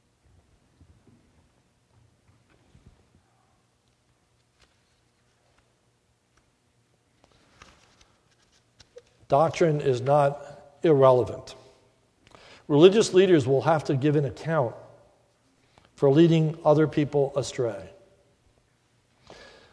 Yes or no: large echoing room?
yes